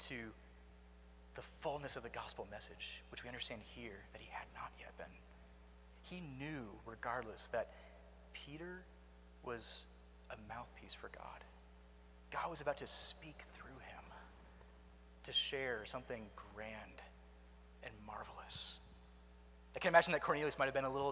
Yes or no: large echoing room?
yes